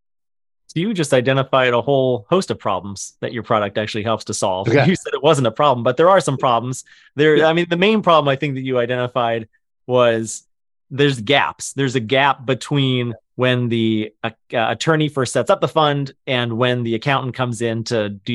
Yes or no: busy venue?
no